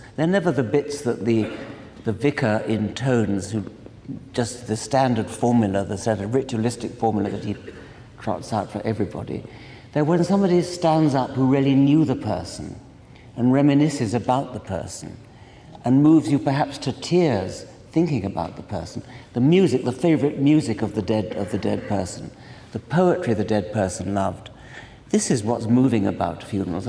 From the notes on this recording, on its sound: at a live event in Los Angeles